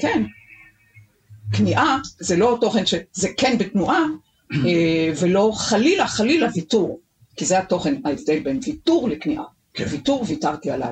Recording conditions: poor sound quality